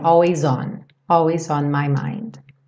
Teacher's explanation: Percebe como always junta com on e o S ganha um som de Z.